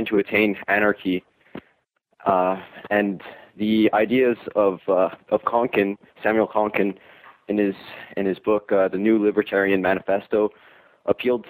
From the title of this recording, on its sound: Sunday Call In Show